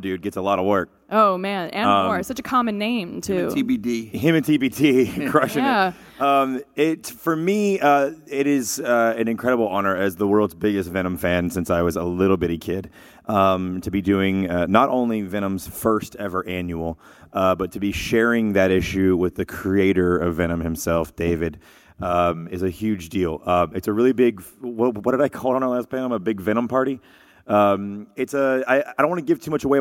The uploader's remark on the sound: Live at San Diego Comic-Con 2018